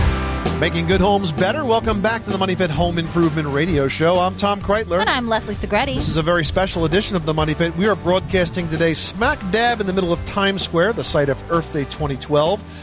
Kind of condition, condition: setting, outdoors